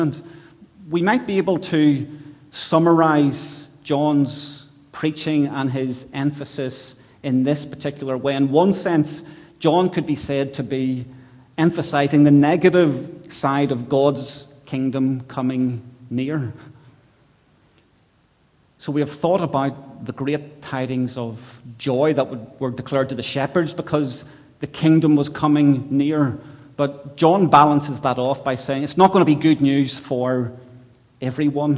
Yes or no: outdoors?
no